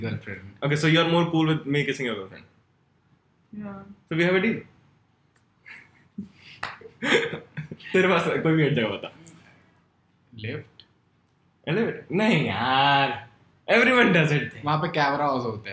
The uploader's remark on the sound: This podcast was recorded as video but the memory card got corrupted and the audio is also fucked.